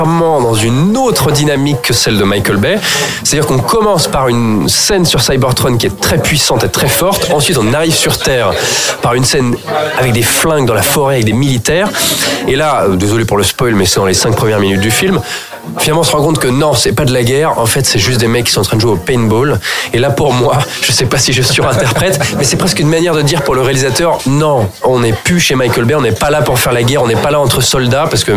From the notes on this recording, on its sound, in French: Enregistré au Hurling pub (8 Rue Descartes, 75005 Paris), le samedi 15 décembre 2018.